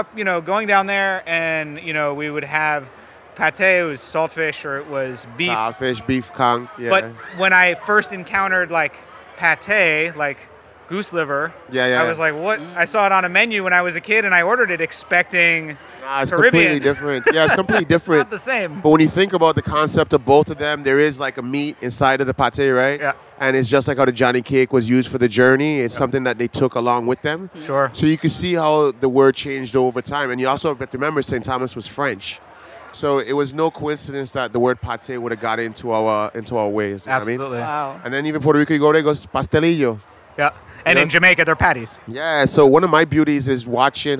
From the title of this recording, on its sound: at Charleston Wine + Food 2020